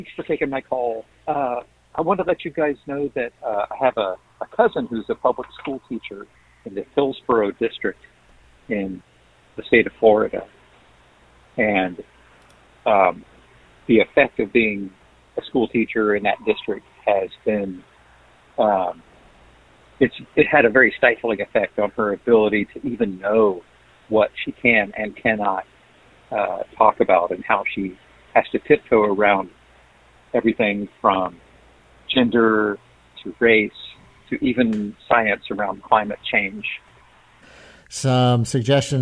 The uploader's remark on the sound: Listeners call in to share their views on education.